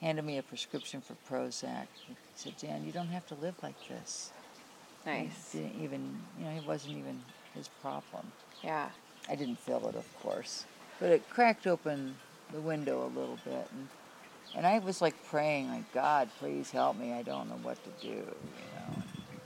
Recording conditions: sounds in the background